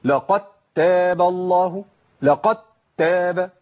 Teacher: في بعض الناس بيعمل حاجه اسمها نبر بقوه على الدال